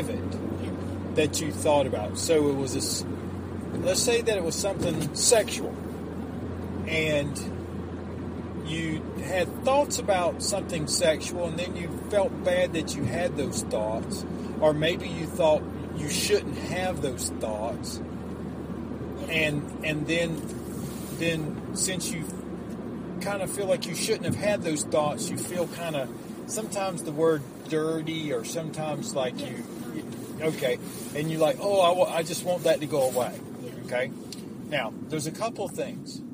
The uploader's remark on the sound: My young son and I were driving home, when he dropped a question that made me pull over. We decided to turn on the mic and record it.